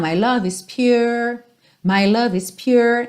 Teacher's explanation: Você percebe na gravação que não tem aquele R no final